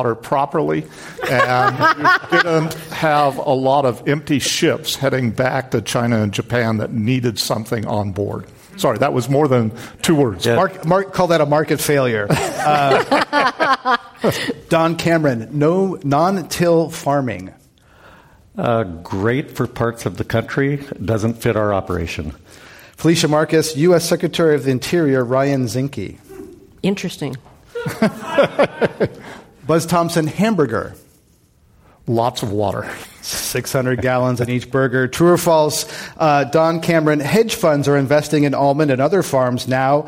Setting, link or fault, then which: setting, live audience